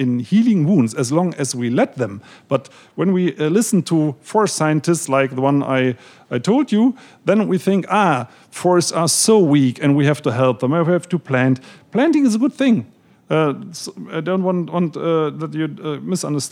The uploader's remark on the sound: In front of an audience at Powell’s Books.